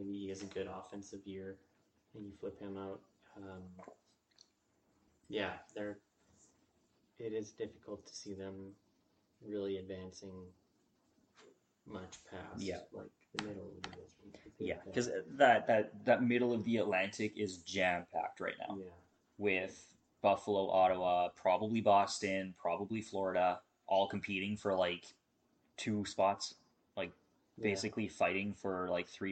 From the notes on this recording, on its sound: Technical difficulties episode